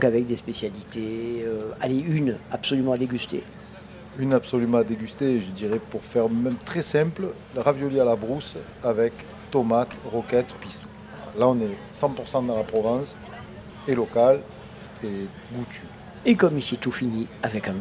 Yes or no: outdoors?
yes